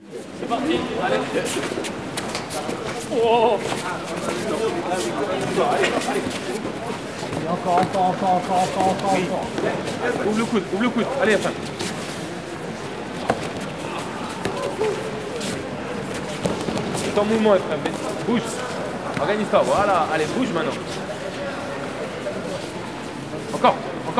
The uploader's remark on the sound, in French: Les ambiances sonores ont été enregistrés à l&#39;Institut du Judo en mars 2020. Les ambiances sonores ont été enregistrés à l'Institut du Judo en mars 2020.